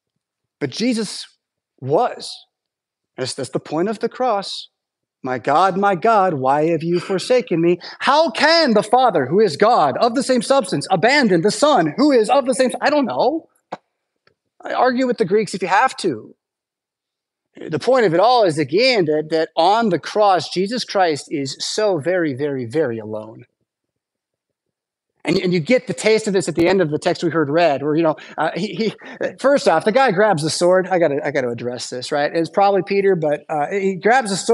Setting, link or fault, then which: setting, large echoing room